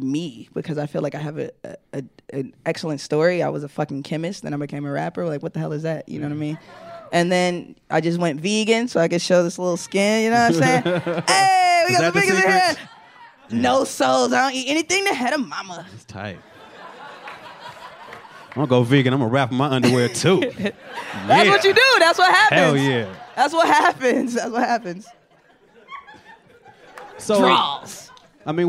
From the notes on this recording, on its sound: Secret Skin Live. Recorded for the first time ever in front of a live studio audience.